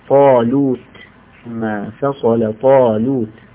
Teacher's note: الطاء هنا مفخمة فتكون الألف تابعة لها في التفخيم